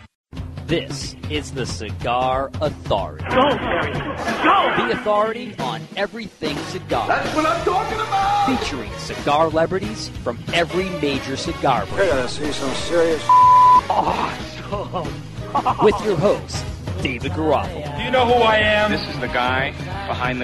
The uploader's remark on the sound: Round 2 of The New England Cigar Expo live in Providence, RI. Invite random guests from the crowd to partake in a friendly game of trivia.